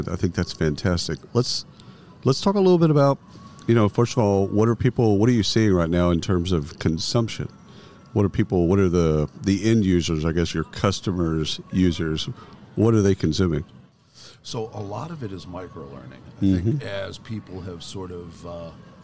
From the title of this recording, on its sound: Live from SHRM 2022